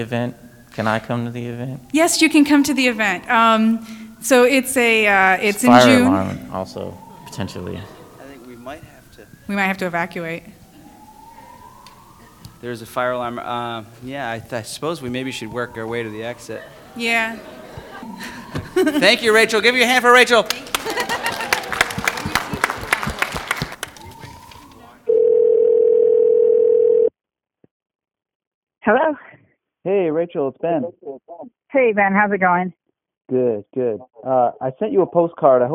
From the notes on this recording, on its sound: Live from Great Lakes EXPO. Three operations agreed to be interviewed and recorded for this live and in-person show.